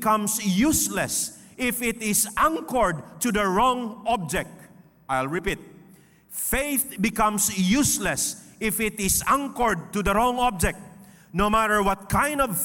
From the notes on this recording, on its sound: This podcast was recorded live last July 3, 2023 at Zamboanga City Alliance Evangelical Church